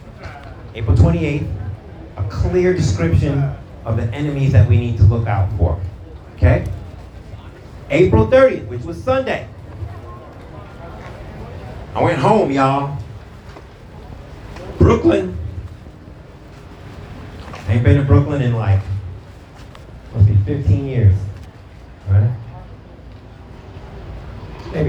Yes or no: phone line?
no